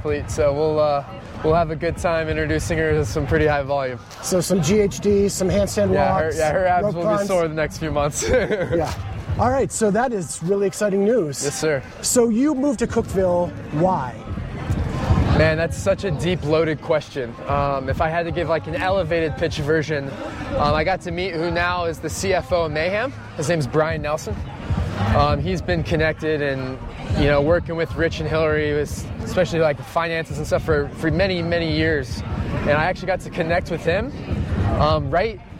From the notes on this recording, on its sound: LIVE at TFX!